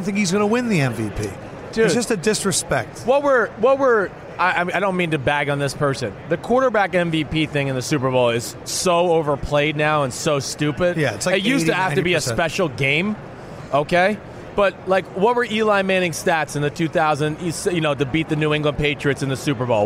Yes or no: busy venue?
yes